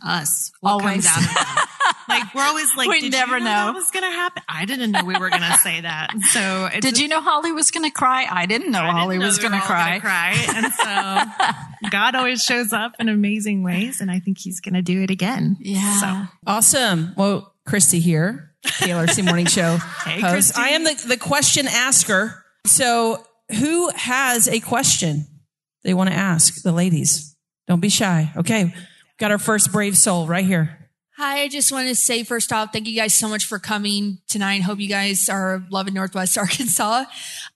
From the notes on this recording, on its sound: This special episode was recorded at Christian Life Cathedral in Fayetteville, as a part of KLRC's Ladies Night Out!